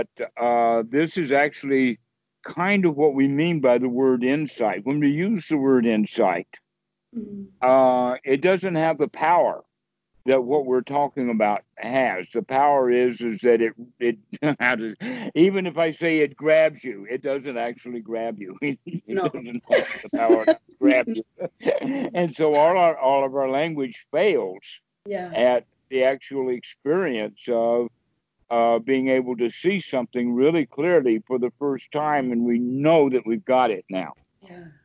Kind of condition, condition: link, phone line